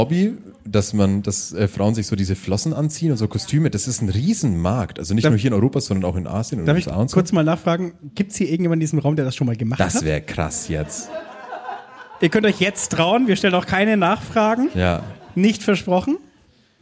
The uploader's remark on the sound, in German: live im Afterwork